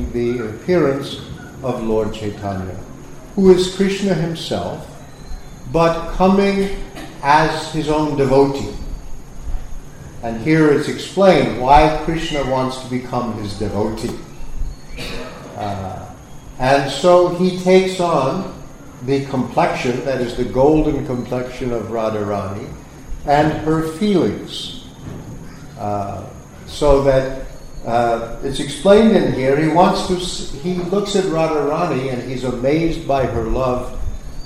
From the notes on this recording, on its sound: Sunday Feast lecture at ISKCON Philadelphia